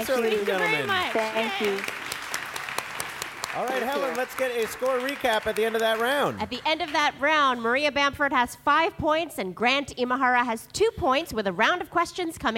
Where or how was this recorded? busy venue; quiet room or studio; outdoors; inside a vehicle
busy venue